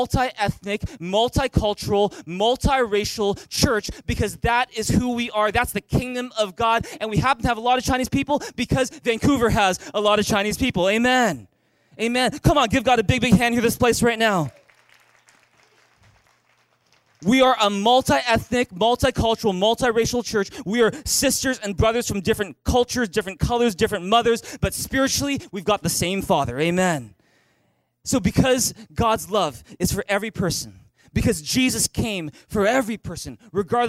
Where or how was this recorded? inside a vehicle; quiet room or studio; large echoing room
large echoing room